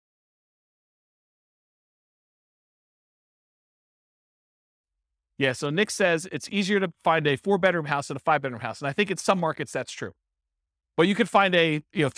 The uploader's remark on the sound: This was a live class recorded